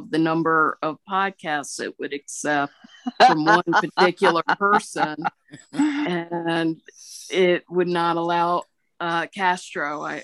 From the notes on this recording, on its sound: This is a brief recording of a zoom call brought to you by the Council of Citizens with Low Vision International.